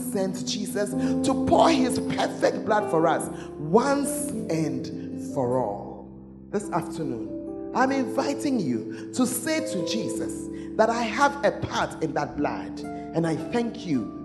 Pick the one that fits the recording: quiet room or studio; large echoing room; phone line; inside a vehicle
large echoing room